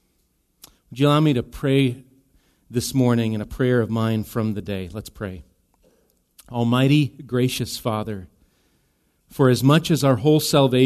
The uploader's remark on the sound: Recorded live at Bethany Bible Church. Bethany Radio is a production of Bethany Bible Church in LeRoy, MN.